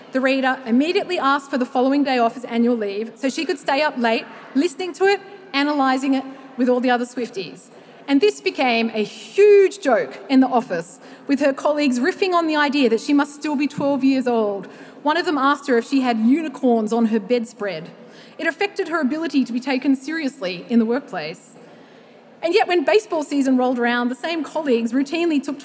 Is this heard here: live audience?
yes